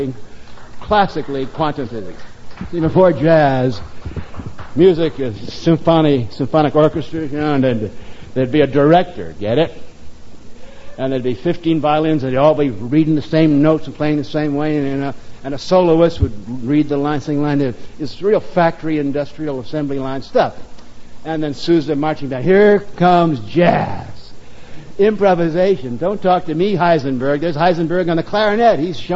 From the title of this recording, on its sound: Live at the Stone - 1987